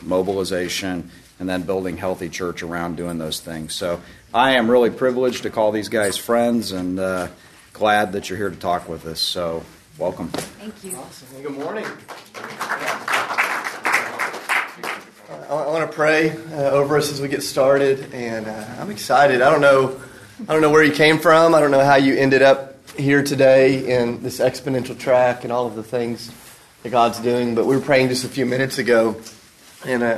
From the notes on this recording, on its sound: recorded at the National Disciple Making Forum